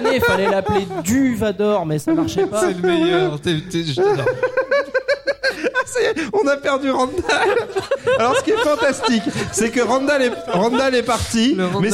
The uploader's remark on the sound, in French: En direct et en public lors de PodRennes. Voir ce que les visiteurs de l'évènement peuvent bien tweeter.